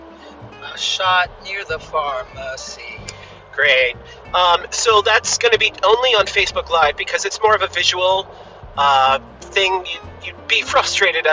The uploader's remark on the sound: A trip to get our first round of COVID 19 vaccinations! First segment is driving there, second segment is driving home.